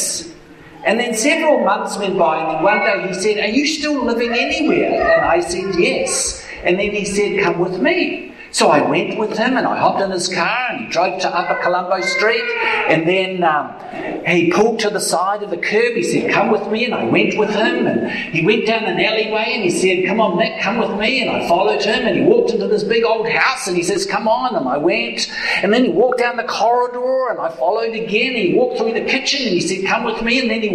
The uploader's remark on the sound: Apologies for the audio quality...